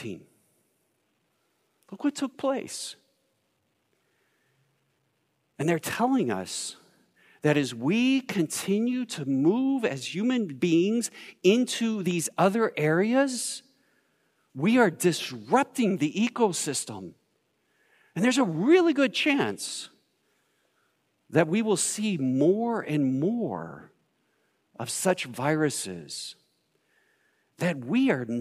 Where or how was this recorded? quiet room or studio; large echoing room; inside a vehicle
large echoing room